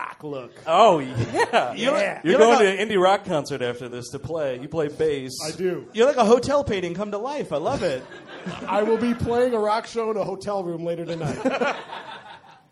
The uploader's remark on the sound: Recorded live in Brooklyn, June 11th, 2016. The gang heads to Union Hall in Brooklyn.